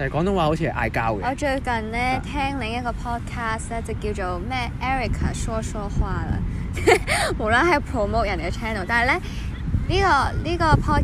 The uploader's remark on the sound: 喺某公園草地上討論香港嘅優點. Apologies for the background noise again maybe someday we will record in a cosy quiet place.